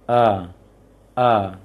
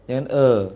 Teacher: A yang terlalu membuka kali juga tidak. Namun jangan sampai terbaca E, imalah jadinya. · Shown in: first take · Term: fathah